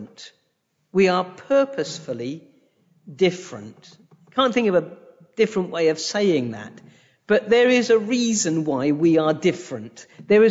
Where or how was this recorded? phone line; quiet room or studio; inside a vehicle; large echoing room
large echoing room